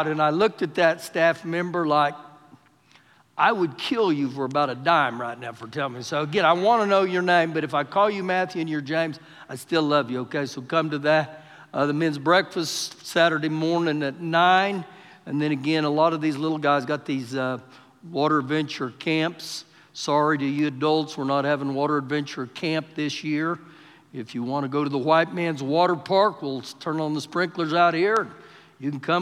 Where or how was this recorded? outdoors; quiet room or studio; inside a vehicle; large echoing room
large echoing room